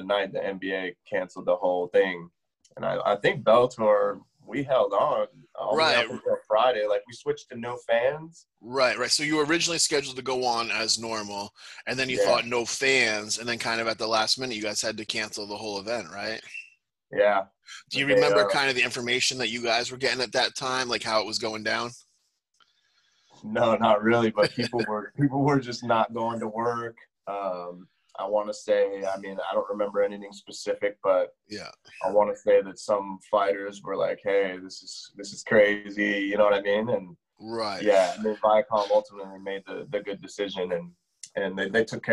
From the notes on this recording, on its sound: Zoomed with Bellator MMA Medical Director.